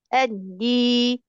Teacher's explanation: ايوه، شوفي اللسان نزل لتحت شويه، لما تشد من اسفل مسك، هو كله سبحان الله عضلات مرتبطه ببعضها، سبحان الله الاحبال الصوتيه تشدد شويه تمام، فجبنا جهريه الدال شويه